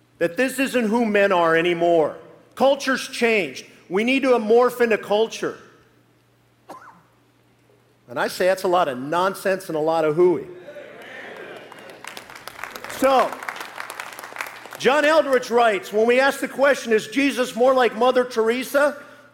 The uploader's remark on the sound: live message from the Kingdom Men's Gathering